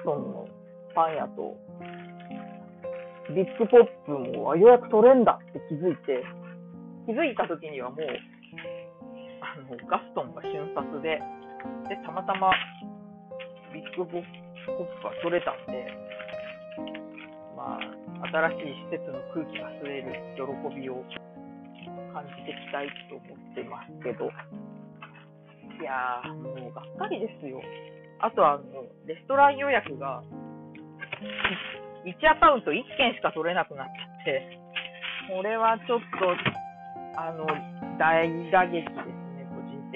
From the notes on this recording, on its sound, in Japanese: 諸事情により鍋を仕込みながら喋ってます